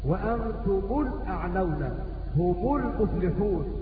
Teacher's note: يقرؤون ميم الجمع قبل السكون بضم ولكن بغير صلة